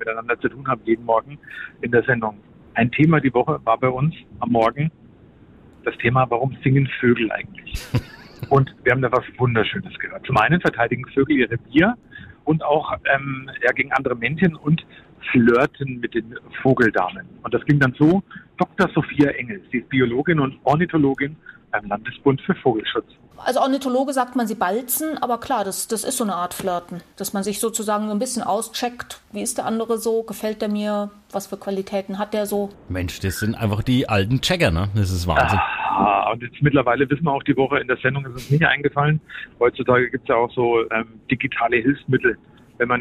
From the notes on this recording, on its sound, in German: im Bus am Telefon